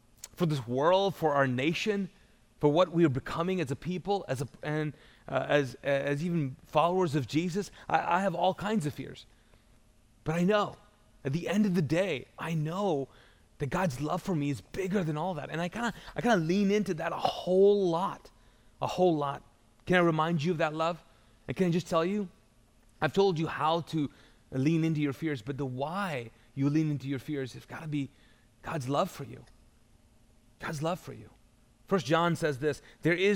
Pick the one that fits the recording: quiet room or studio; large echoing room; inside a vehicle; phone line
large echoing room